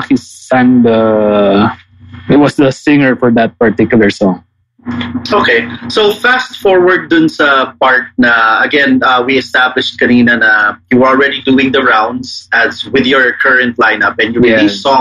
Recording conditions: video call